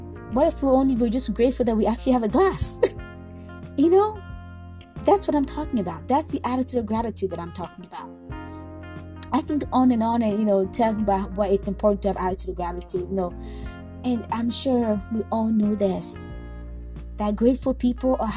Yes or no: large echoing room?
no